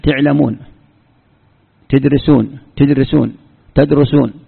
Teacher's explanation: كسر تاء الفعل، تقول تكتب بالفتح أو بالكسر، هذه لهجة من لهجات العرب. يستعملونها، تعلمون، تدرسون، تدرسون، تدرسون، وهكذا.